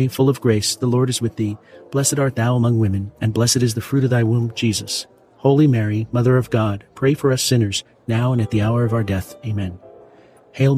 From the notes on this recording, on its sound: Elegant sounds of fine-dining and live piano jazz serve as a refined background along side the rosary.